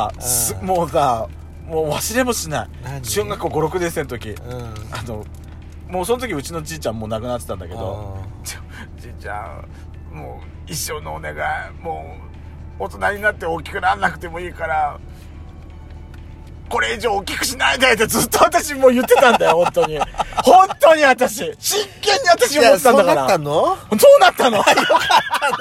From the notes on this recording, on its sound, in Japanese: 2人組。パーキング収録。